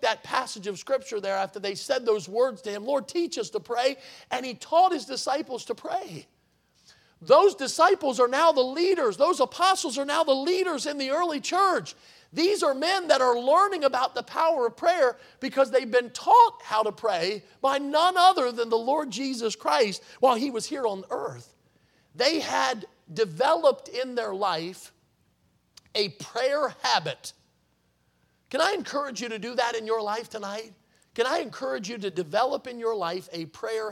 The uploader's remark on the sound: in the Sunday Evening Service on August 27, 2023, at Victory Baptist Church in Boonsboro, Maryland